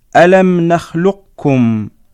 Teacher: ومعنى التقارب في الصفة هو أن يتفق الحرفان في أكثر الصفات، ويجوز في إدغام القاف مع الكاف أن يكون النطق بكاف خالصة مشددة وهو الإدغام الكامل، ويجوز أن يكون الإدغام ناقصا بحيث يبقى أثر القاف وهو التفخيم